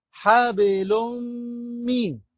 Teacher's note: تنوين بالضم، مدغم في الميم المكسورة بغن حركتين